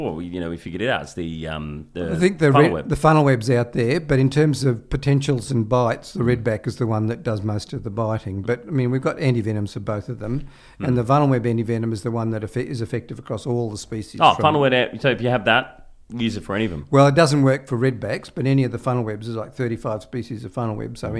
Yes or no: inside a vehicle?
no